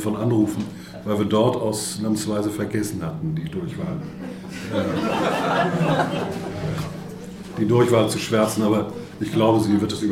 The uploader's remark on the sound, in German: auf der Jahrestagung des BPE